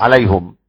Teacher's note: فالهاء أصلها الضم، فمن أتى بالضم على الأصل حمزة ويعقوب · Term: بضم الهاء